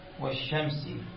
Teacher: هنا مثلا نقول والشمس، فهنا اللام شبيهة صار أضغمت اللام مع الشين باعتبار أنه شمسي، هذا إضغام شمسي، فهنا اللام حذفت، فعلامة الإضغام الشمسي خلي لك اللام شنو؟